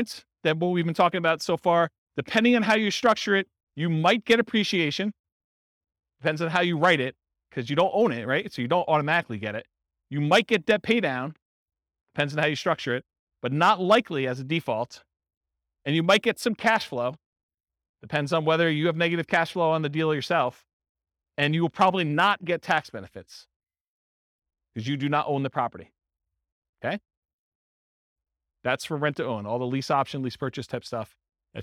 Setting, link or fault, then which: setting, live audience